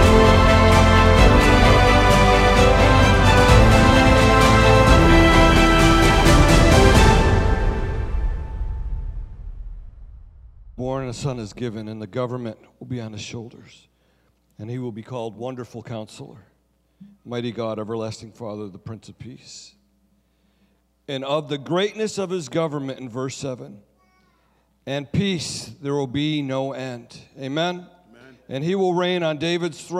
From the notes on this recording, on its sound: Sunday Service Recording